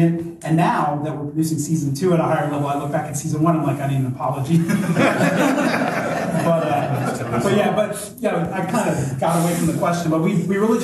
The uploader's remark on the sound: Through a covert audio recording we're happy to bring you the Podcast & Streaming panel from ChaosiumCon 22' !